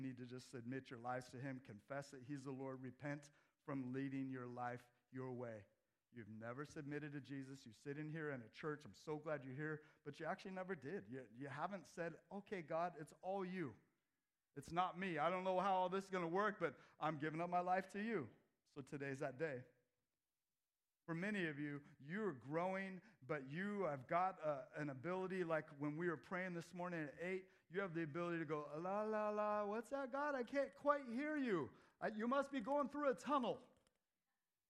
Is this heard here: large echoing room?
yes